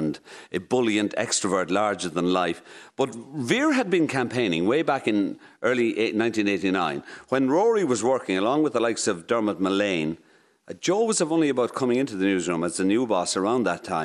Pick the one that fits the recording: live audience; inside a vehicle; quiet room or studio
live audience